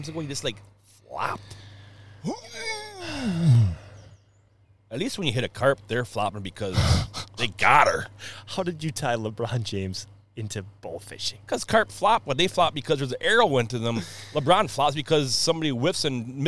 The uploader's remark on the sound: LIVE Podcast on the water. Coming at you live from the waters as the carp are spawning.